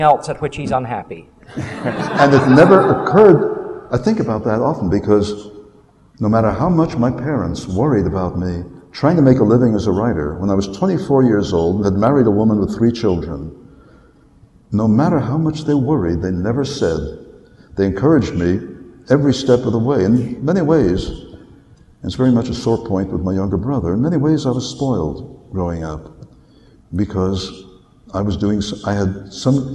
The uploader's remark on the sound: recorded live at Westercon 67